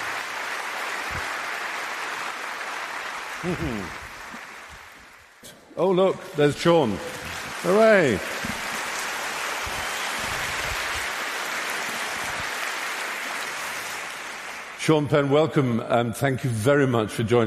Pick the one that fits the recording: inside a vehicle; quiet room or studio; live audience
live audience